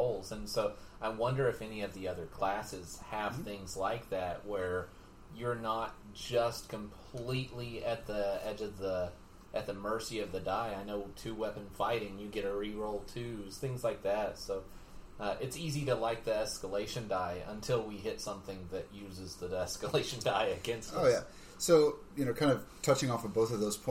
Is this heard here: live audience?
no